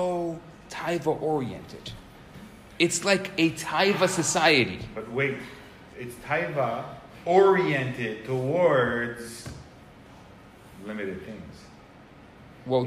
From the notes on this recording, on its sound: Recorded Live at Rohr Chabad NDG in Montreal, Quebec.